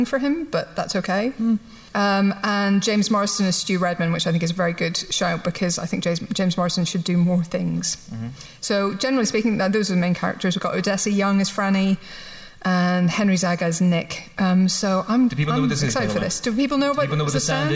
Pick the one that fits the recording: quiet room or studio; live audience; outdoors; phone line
live audience